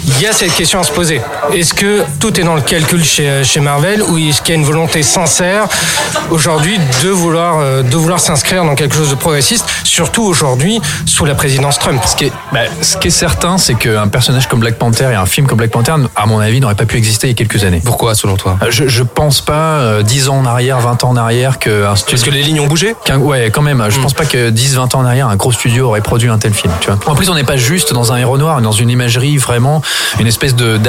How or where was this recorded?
busy venue